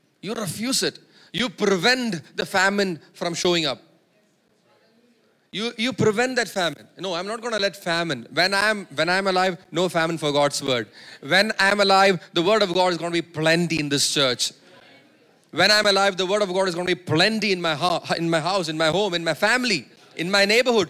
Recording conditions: large echoing room